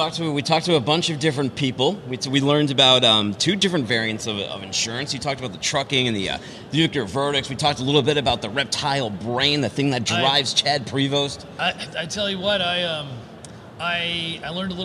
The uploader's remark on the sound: Air Cargo 2020 Nashville. We're coming to you live from Air Cargo 2020 in Nashville.